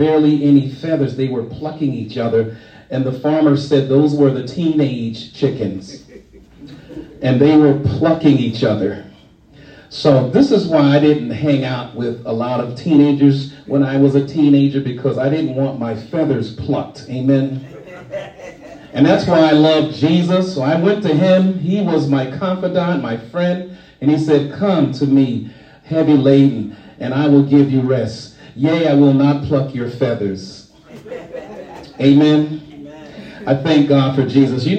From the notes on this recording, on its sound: shared this message live at the Island Nursing and Rehabilitation Center of Farmingville, NY.